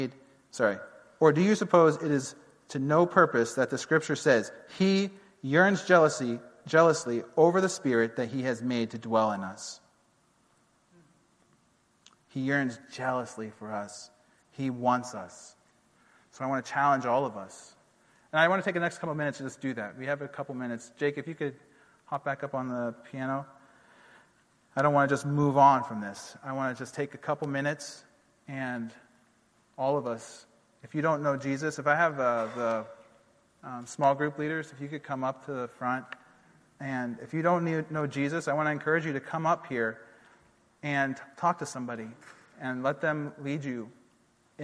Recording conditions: large echoing room